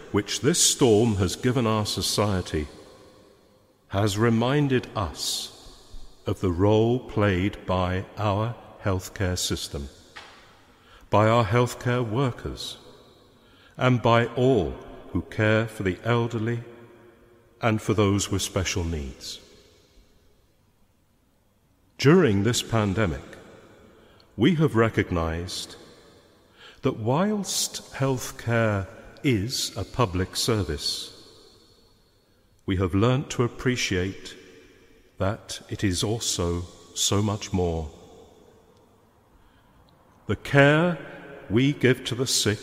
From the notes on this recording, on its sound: Homily preached at a Mass for the sick, their families, care workers and NHS staff. Speaking in Leeds Cathedral.